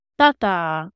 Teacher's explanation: So the first syllable is stressed, and the second one is long, but it's unstressed. I don't think there is anything like that in English.